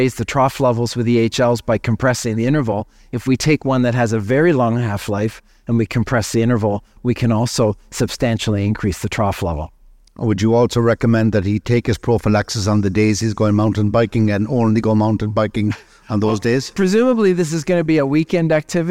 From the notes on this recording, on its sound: Find out in this activity based on a “MasterClass” event recorded at the 2023 Congress of the International Society on Thrombosis and Haemostasis.